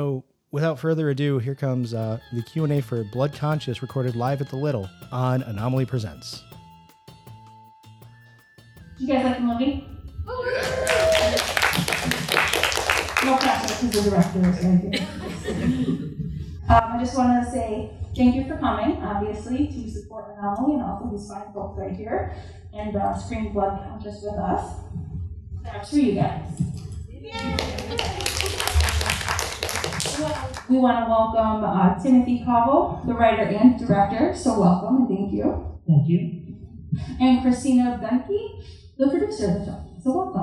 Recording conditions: poor sound quality